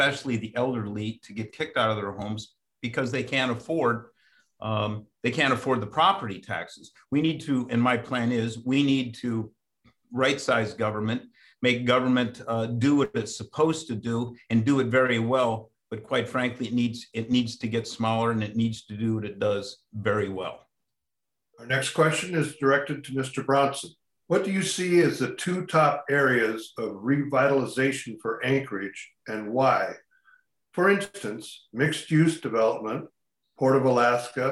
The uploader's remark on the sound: RECORDED: Tuesday, April 20, 2021 via video conference. In this episode of Addressing Alaskans we listen to a virtual forum where the two candidates share their views. This forum was presented by Anchorage Rotary. RECORDED: Tuesday, April 20, 2021 via video conference.